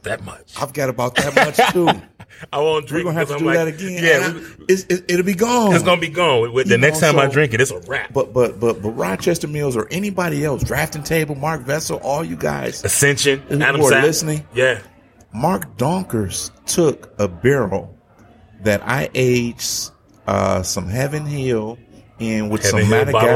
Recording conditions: busy venue